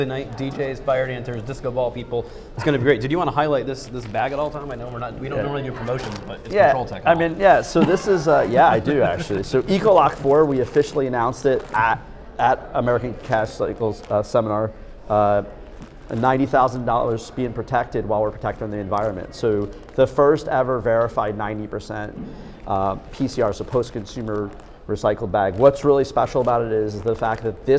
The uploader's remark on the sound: live from San Diego at the Americas Cash Cycle Seminar 2022 during day one